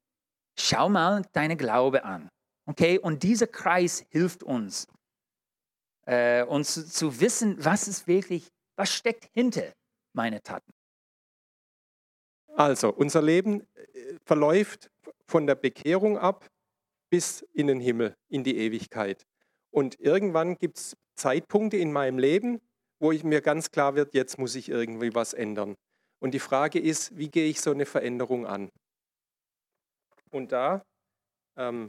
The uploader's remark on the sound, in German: in der Gemeinde Kaleo Schopfheim aufgenommen